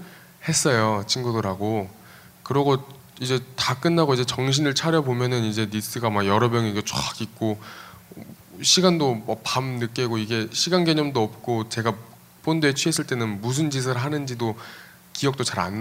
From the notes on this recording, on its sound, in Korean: 2015년 1월 28일 국회에서 열린 토크콘서트, 그 현장을 공개한다.